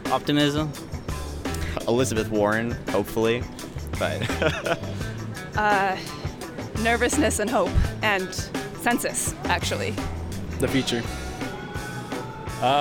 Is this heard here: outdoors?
yes